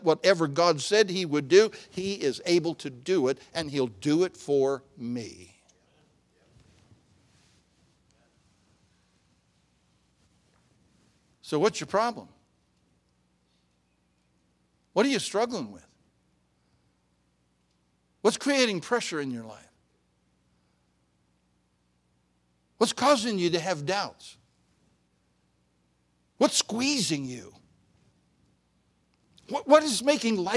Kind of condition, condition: setting, large echoing room